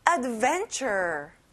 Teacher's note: 여기 끝에 er 발음을 잘해주고요. van에 강세를 넣어보는 거예요